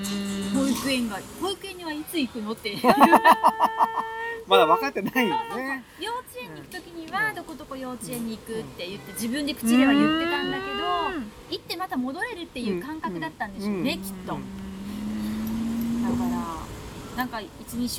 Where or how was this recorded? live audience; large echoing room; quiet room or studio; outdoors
outdoors